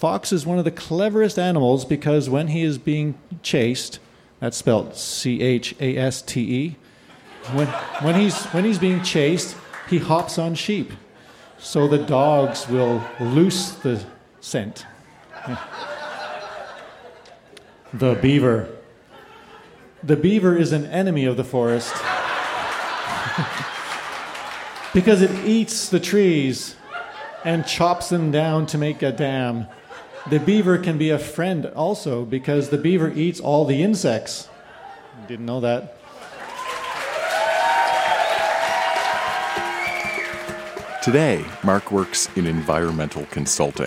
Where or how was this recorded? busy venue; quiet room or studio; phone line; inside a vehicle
busy venue